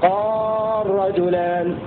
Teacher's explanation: فإن اللام تدغم ولو كانت مفتوحة بعد ساكن في لفظ قال